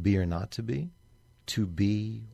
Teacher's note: the accents fall on the 2, 4, and 6 syllables. That's their even-numbered syllables in that line · Term: iambic pentameter